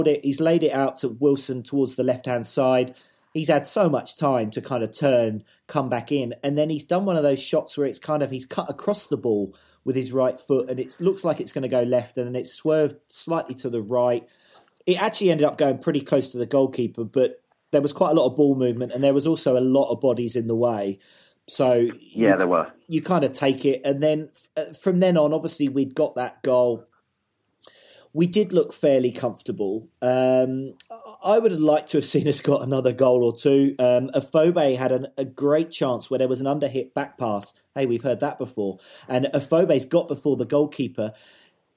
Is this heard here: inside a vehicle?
no